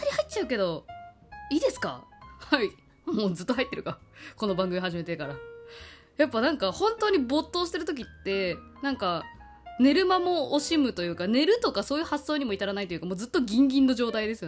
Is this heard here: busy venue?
no